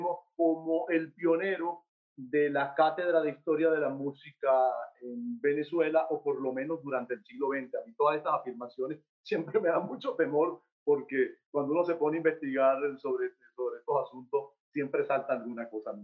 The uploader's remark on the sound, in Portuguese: Plataforma ZOOM